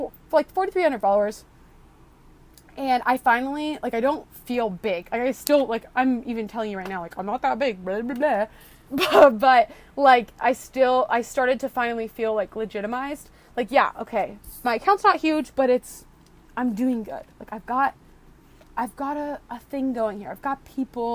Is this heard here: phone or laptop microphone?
yes